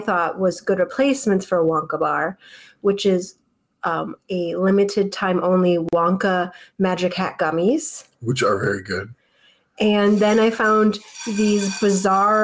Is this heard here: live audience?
no